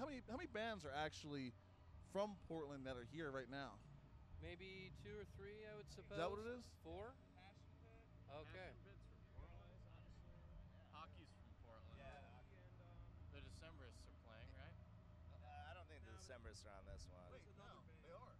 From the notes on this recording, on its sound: while backstage in the semi-luxurious confines at Bonnaroo Music and Arts Festival